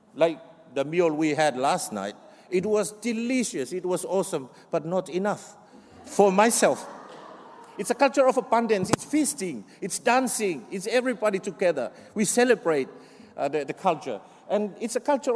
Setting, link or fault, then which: setting, live audience